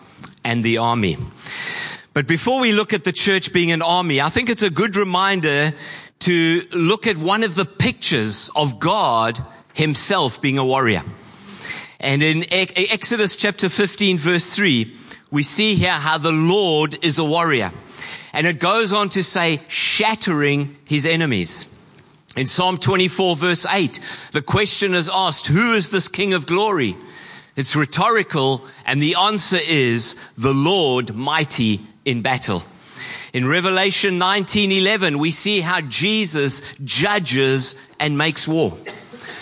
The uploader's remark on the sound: Preached on 10/12/23 at Horsham Downs. Church Complete Part 5: The Army (Horsham Downs).